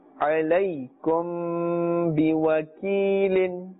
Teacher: after meem sakin is ba, and therefore ikhfa shafawi is taking place, ghunna is taking place.